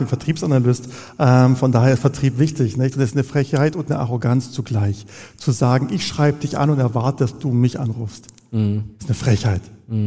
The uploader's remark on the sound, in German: Spezialfolge Live vom Online Marketing Day. Die Folge wurde mit live Publikum beim Online Marketing Day 2023 in der Soester Stadthalle aufgezeichnet.